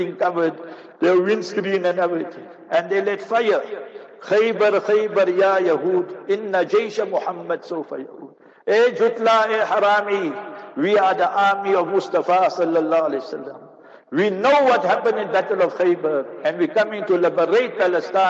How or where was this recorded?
large echoing room